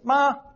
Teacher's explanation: first tone is mother. You say mama, you know, it's ma, high tone